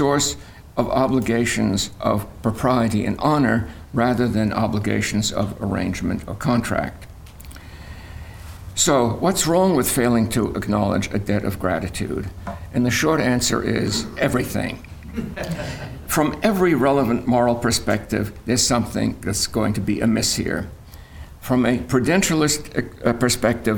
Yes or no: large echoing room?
yes